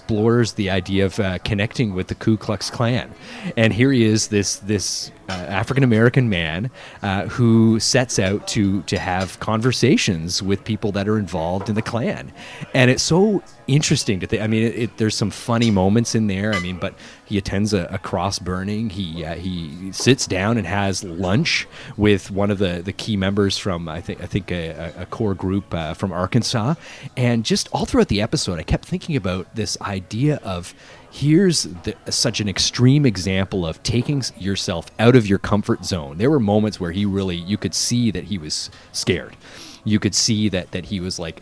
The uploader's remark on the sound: This week's episode was recorded live at the Early Bird Diner in London, Ontario.